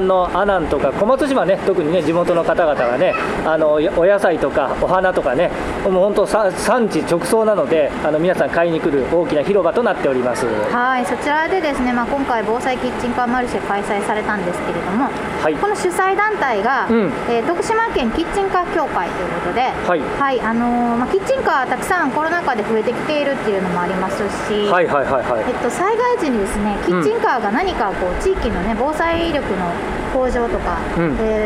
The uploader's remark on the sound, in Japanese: 久々の屋外収録です！！小松島市・あいさい広場で開催「防災キッチンカーマルシェ」の様子をお届けします。